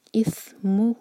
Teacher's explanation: ہو سے پہلے مو پر زور